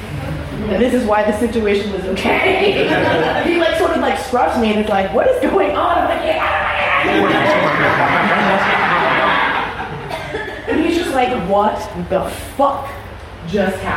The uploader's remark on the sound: I'm here at the Birmingham Bizarre Bazaar in yet another lecture